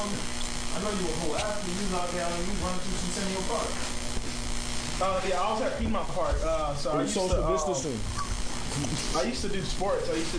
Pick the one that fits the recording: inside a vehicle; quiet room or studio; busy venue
busy venue